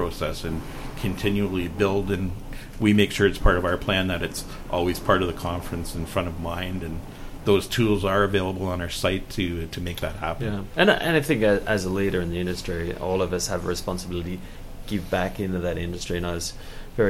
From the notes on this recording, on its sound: at the FEO 2018 Conference in Hamilton Ontario